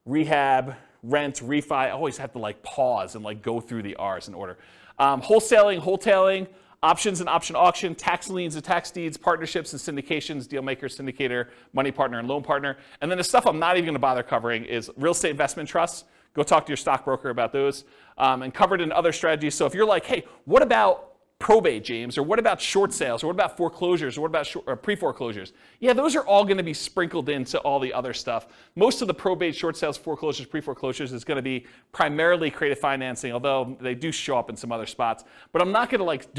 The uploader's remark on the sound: This was a live class recorded